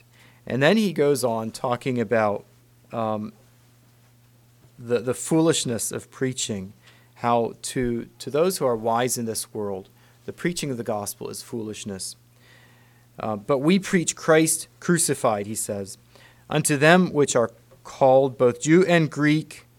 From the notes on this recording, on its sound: Message preached at Word of Hope